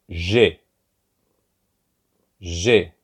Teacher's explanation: There's almost a D that you start with. Now, we get rid of this D in French, so it's a lot softer.